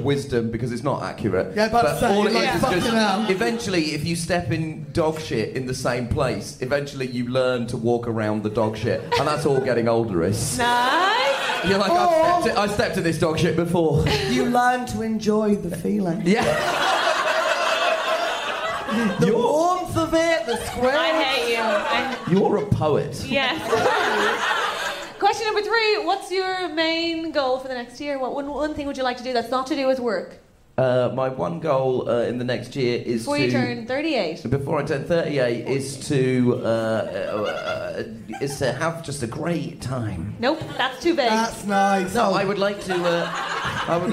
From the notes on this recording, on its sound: This was such a fun and special live recording, recorded at the lovely Monkey Barrel right towards the end of last year's festival.